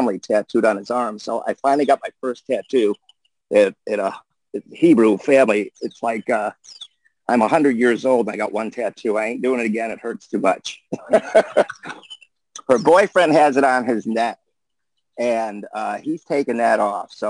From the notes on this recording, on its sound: Our 5/16/2021 Zoom Show